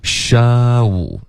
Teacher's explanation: Show,OK，双元音，不是修。嘴巴不会张开的。